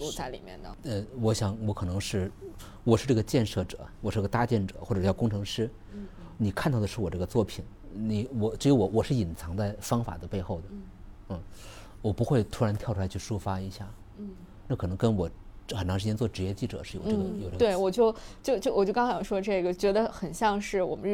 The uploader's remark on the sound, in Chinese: 在初春的北京。一起在城市公园，边走边聊。